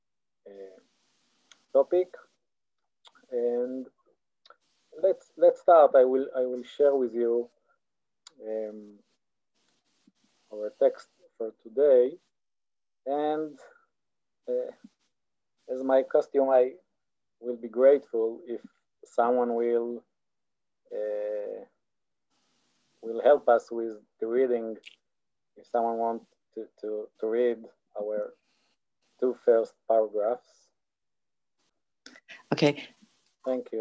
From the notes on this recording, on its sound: This audio was originally captured from Zoom